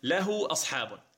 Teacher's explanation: له هذه الواو بعد الضمة هذه صلة هاء الضمير